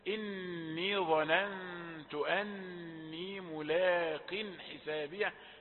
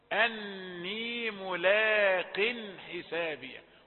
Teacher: والقاف مكسورة في آخر درجات التفخيم